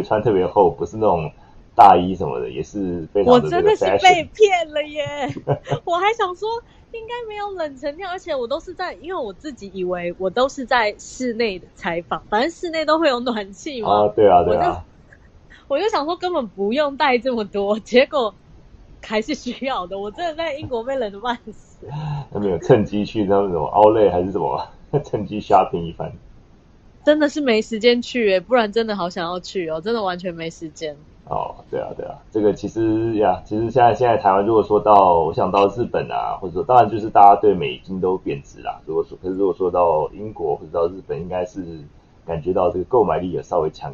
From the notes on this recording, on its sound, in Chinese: 今天的收音有點遠，下次會注意調整，抱歉啦!